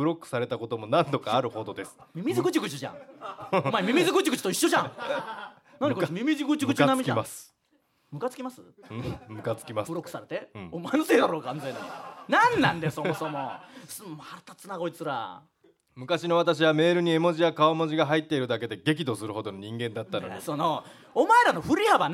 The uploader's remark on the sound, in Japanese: リスナーの前で、TBSラジオのスタジオ内にて公開収録。